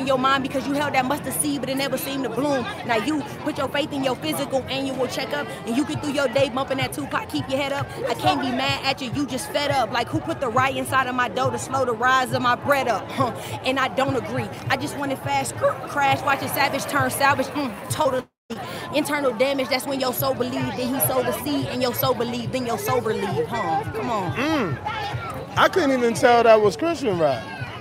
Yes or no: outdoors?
yes